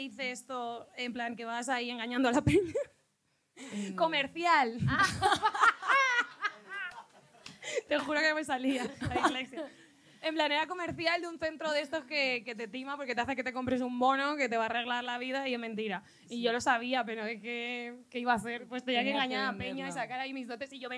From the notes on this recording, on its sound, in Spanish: DIRECTO CON PÚBLICO EN EL CAFÉ COMERCIAL.